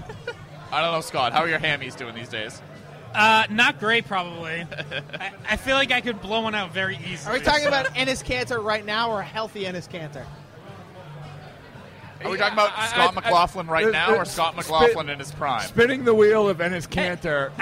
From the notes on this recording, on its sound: live at Lord Hobo Brewing